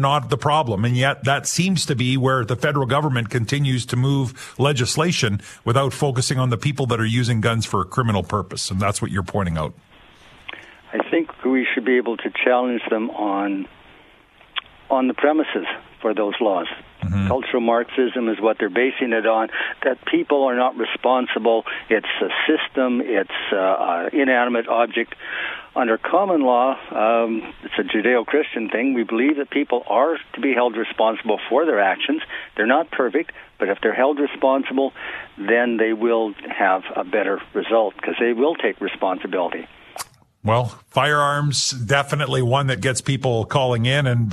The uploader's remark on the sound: Every Friday we open the phone lines